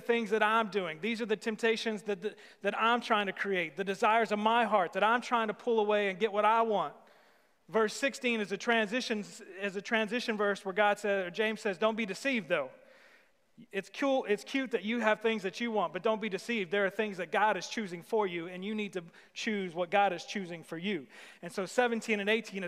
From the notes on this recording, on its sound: Sermon series at The Fellowship at Two Rivers. Recorded live on August 16, 2020.